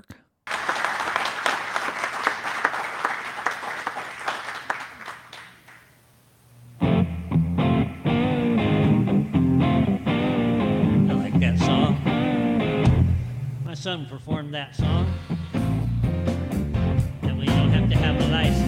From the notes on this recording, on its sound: Audio from our live show broadcasted before a live audience. At the Independence Network's launch party in Sheridan, Wyoming.